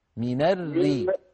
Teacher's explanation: الراء مشددة مكسورة، رققها